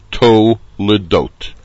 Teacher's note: Tuf, cholam, by itself. The lamed with the shva belongs to the dot syllable, and therefore the word is properly pronounced to ledot.